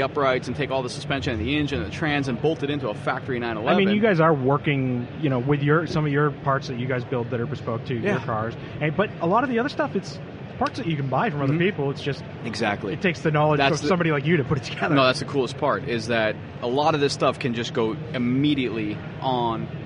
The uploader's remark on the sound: BBI Autosport live from SEMA 2015.